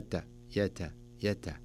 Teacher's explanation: يا تاء تاء ولا يكون مبالغ فيها حتى لا يقترب من السين. بعض الناس يبالغ في التاء في الهمس. فتصير فيها كأنها سين يت، وهذا خطأ.